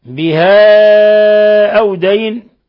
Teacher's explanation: مد منفصل لانفصال حرف المد عن الهمز يمد من 4 إلى 5 حركات